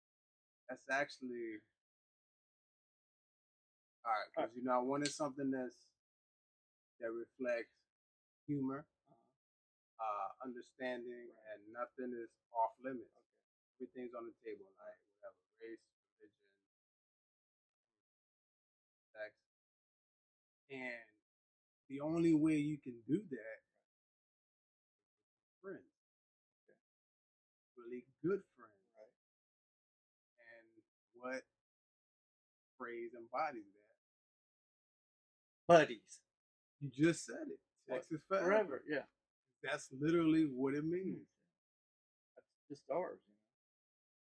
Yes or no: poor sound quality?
yes